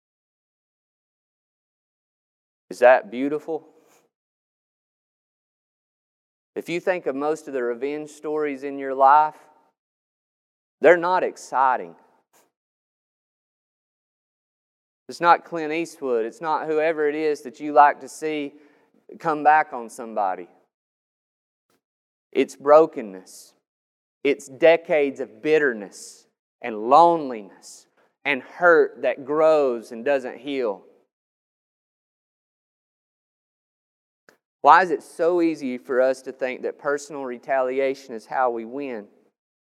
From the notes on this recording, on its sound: This sermon was recorded on May 9th, 2021 at Matthew's Table Church in Cleveland, TN